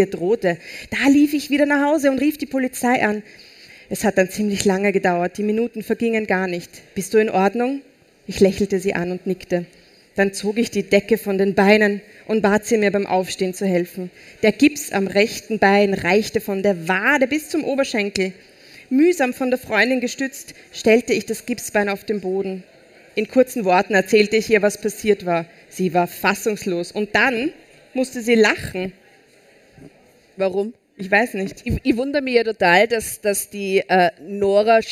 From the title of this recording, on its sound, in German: Live-Special vom Ö3-Podcastfestival